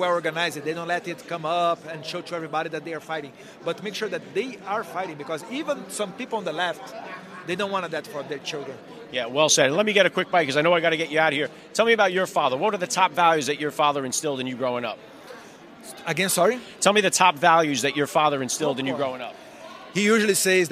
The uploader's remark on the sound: was Live at CPAC in Washington DC to interview the speakers